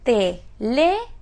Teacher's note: ¿Dónde tenemos la acentuación? En la antepenúltima.